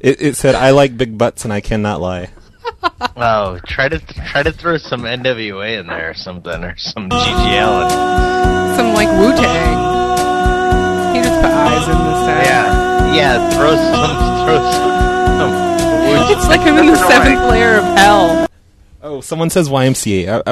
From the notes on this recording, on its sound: …'s Personal Prank Phone Calls Collection.